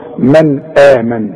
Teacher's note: من حرف مرقق، النون ساكنة وبعدها الهمزة، يبقى النون دي حرف إظهار ما غنش